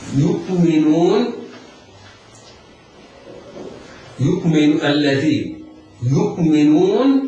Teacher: ننطق ياء مضمومة بعدها همزة مرققة ساكنة ولا نقلقلها، يؤمنون ميم مكسورة نون مضمومة بعدها واو تمد مدا طبيعيا بمقدار حركتين بعدها النون المفتوح.